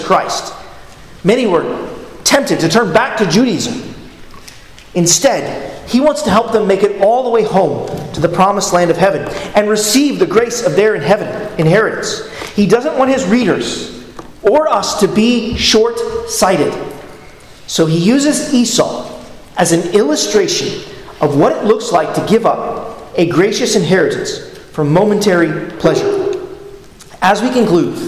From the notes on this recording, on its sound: at Arlington Baptist Church in Arlington, Virginia